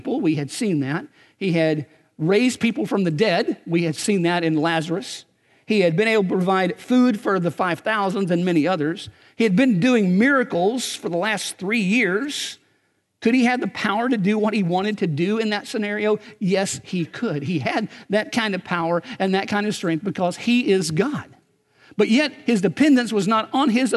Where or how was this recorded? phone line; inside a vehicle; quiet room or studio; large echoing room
large echoing room